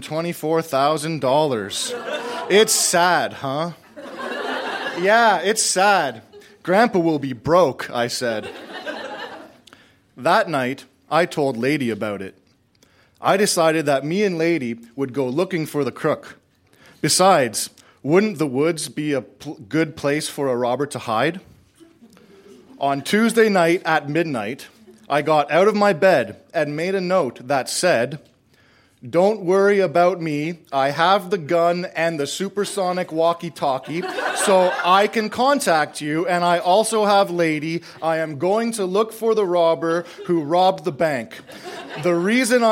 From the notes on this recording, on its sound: Recorded live at TWH Social in Kitchener.